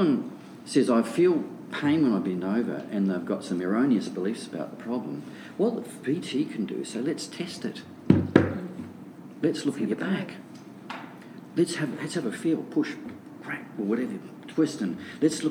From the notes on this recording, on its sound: a panel discussion live from the San Diego Pain Summit in San Diego, California.